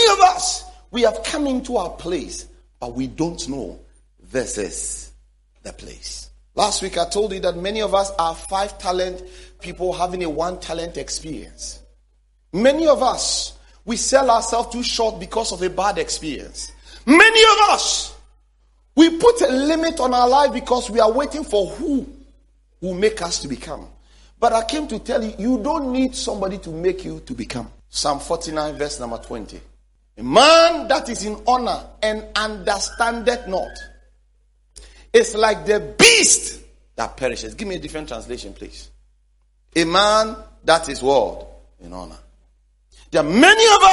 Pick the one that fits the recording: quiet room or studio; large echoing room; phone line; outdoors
large echoing room